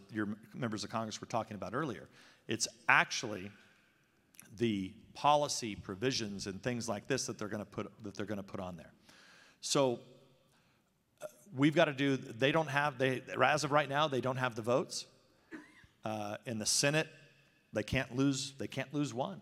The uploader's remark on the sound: delivers keynote address at the Iowa Faith and Freedom Townhall, September 18, 2021